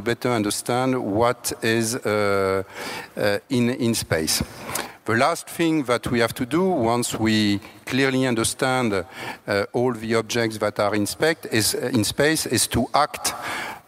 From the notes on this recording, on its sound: A special podcast from the International Astronautical Congress in Washington. We’ve edited the recording removing individual introductions to keep the podcast within a reasonable length.